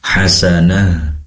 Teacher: ta marbutah di akhir kata atau di tempat pemberhentian maka diganti dengan ha